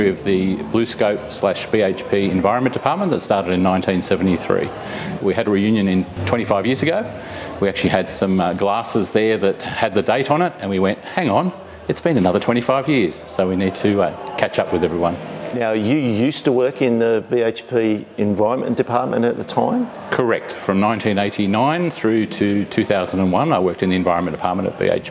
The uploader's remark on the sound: Serving as a wonderful background in the audio, you'll hear attendees socialising at the department's anniversary dinner, which was held at the Inside Industry Visitor Centre.